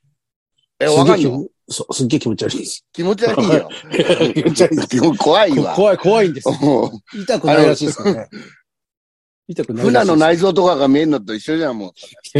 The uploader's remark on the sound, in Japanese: ZOOMで収録。